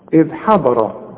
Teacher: إذ بنسكن الذال وبنطلع لساننا فيها · الضاد هي المفخمة مع الراء المفخمة